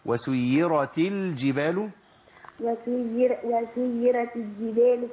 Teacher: احنا حذرنا من ادغام اللام في الجيم